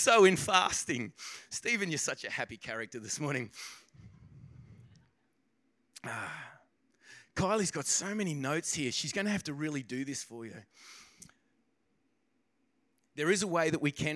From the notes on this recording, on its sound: This podcast begins part-way through the message due to technical difficulties. This message was recorded on 04/02/2024 during the 10am service.